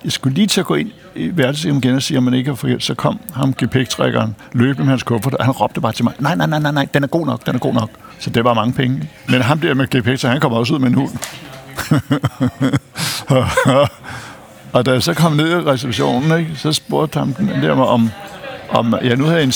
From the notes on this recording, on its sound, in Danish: Optaget på Nimb Brasserie, Tivoli, København.